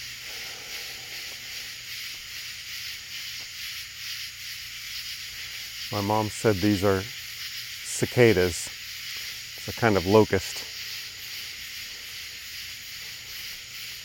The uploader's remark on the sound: Night Sounds in Rural Tennessee. Upon arriving at my parents' house tonight, I was struck anew by the incredible sounds of wildlife where they live in the woods.